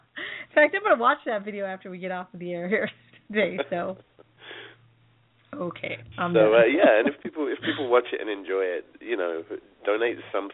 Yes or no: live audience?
no